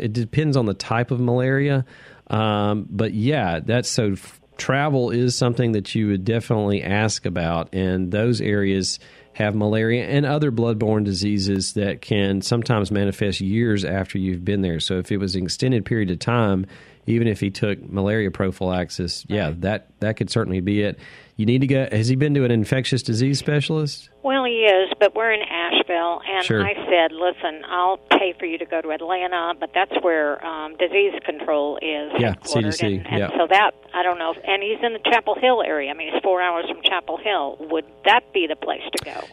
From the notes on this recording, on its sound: questions called in by listeners